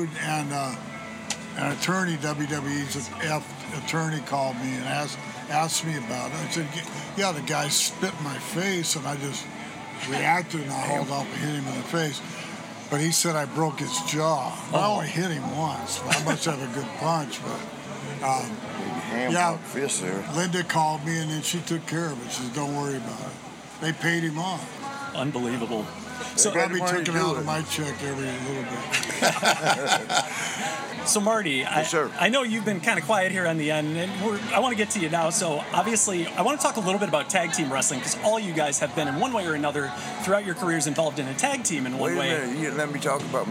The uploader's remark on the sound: Crusherfest 2023. The pod recorded live and on location at Crusherfest. The festival is all about honoring South Milwaukee's home town hero, Reginald Lisowski, better known as, DA CRUSHER! This Bi-Annual celebration has everything from wrestling, food trucks, live music, and even a polka mass on Sunday.